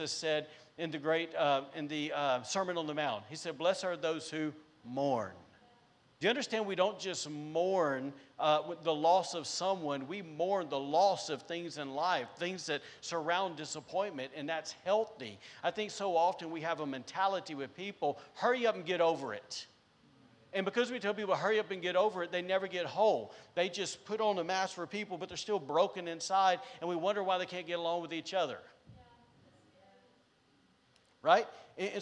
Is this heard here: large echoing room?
yes